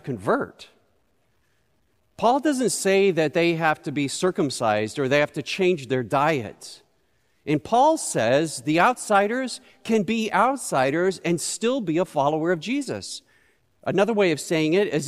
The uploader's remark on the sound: Recorded live at Beatitudes Church in Phoenix, AZ.